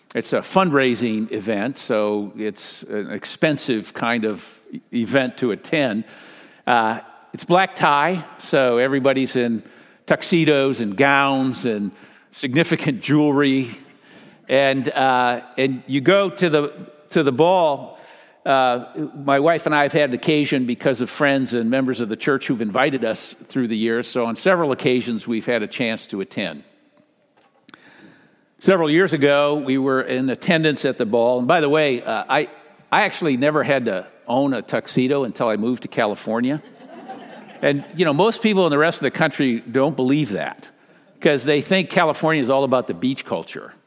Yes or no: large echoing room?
yes